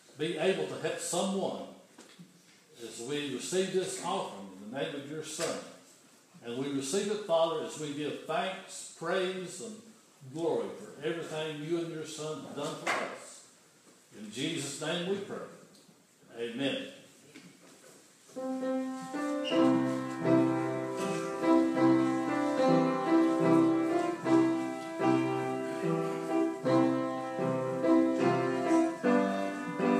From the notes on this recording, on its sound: This is an audio recording of the Sunday morning worship service at Persia United Methodist Church in Rogersville, TN on Sunday, December 13, 2015.